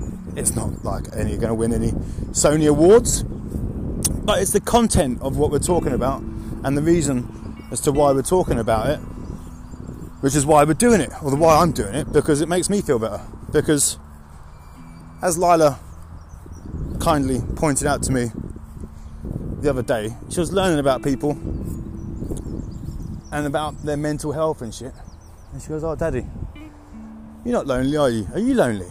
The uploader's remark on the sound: In this episode we complete a stupid o'clock AM walk to listen to the birds and clear our minds. Releasing your tension in the forest with birds.